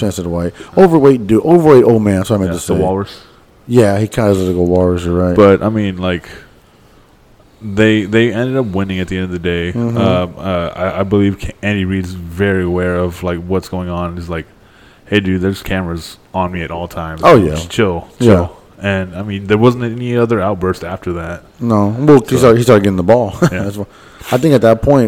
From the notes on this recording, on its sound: We are live on location in New Orleans!